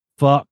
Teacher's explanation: So as like a kind of an armchair linguist, it comes from the front of the mouth, fuck, and then ends in this like glottal. So you have a fricative and then a smooth motion and then a hard stop.